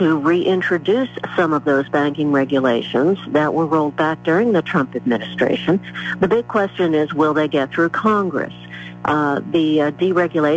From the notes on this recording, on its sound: During open phones